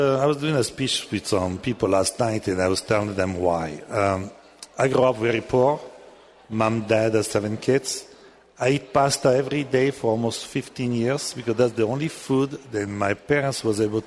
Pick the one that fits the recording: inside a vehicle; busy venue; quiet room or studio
busy venue